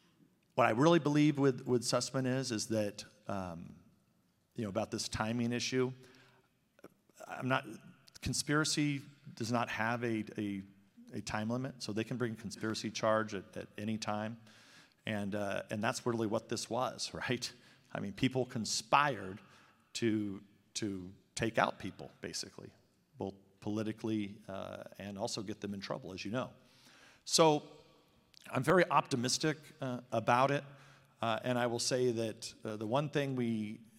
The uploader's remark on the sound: delivers keynote address at the Iowa Faith and Freedom Townhall, September 18, 2021